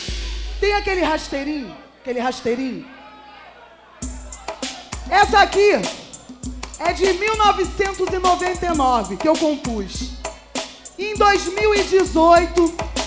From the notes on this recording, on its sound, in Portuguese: Ao Vivo Roda De Funk.